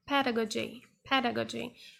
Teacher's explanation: I think the stress is on the first syllable